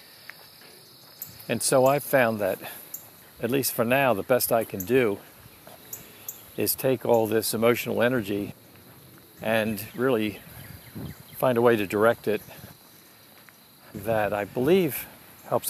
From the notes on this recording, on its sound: I felt like taking a walk and recording my thoughts around the time of the sixteenth anniversary of my daughter's death by dating violence.